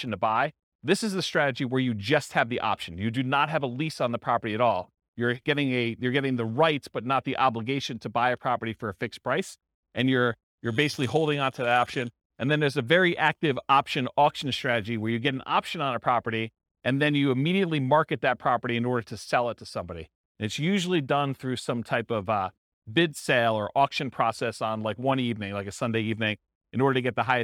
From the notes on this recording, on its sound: This was a live class recorded